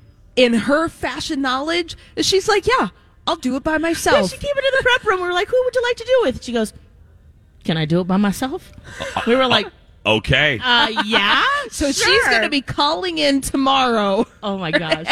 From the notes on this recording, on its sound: We're live at Junk Bonanza at Canterbury Park for a Santa Stop!